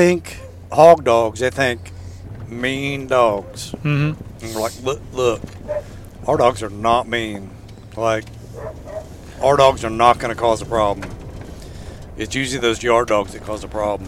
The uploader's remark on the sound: This is a sneak peak into a hog hunting trip as the podcast was recorded as the guys drive around chasing dogs all over Cherokee County, Oklahoma.